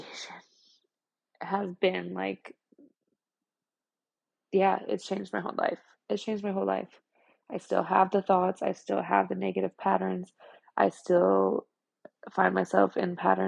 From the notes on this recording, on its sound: The sound quality is from my AirPods & the editor on my phone is limited so my theme song ends abruptly & begins again aggressively.